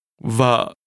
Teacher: In Vietnamese, the word for wife is pronounced with a low, falling, broken tone.